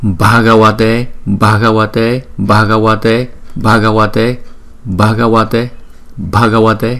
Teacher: Nhưng chữ B ghép với chữ H chúng ta đọc là B, B. Cái hơi nó nhiều hơn so với chữ B bình thường. B, B hờ á, B.